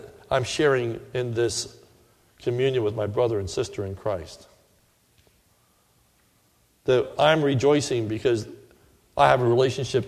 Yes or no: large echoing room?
yes